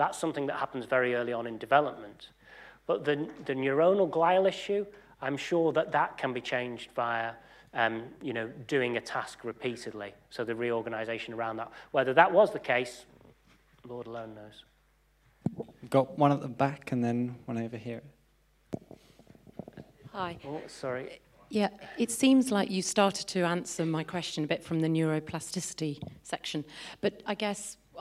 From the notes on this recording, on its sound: UCL Lunch Hour Lecture